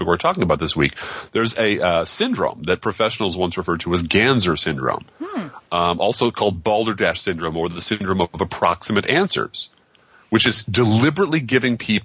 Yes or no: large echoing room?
no